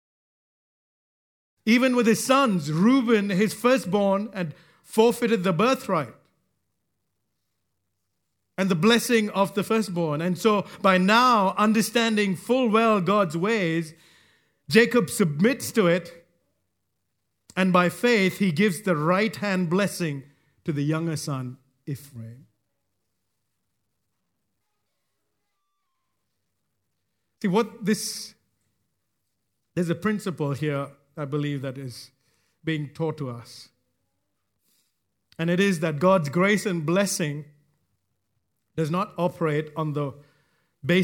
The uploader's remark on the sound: recorded live at Grace Community Bible Church